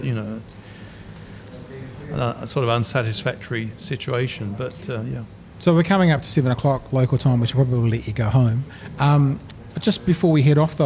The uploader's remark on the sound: Broadcast live from Ombrellitos